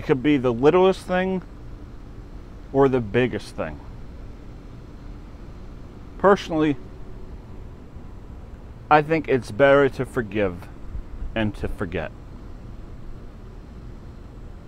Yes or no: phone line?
no